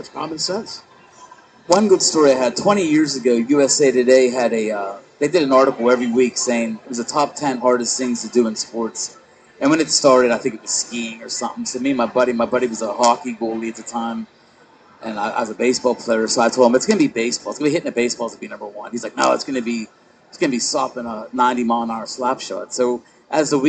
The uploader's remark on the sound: LIVE at Three Rivers Karting